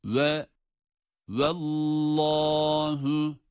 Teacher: Vav ince, şeddeli lam kalın.